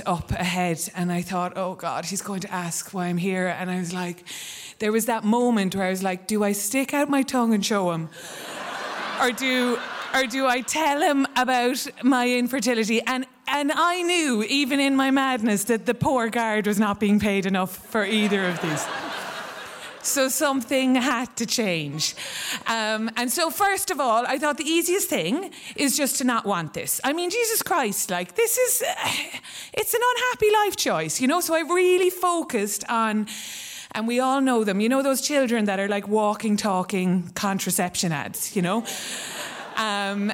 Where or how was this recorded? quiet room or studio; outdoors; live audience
live audience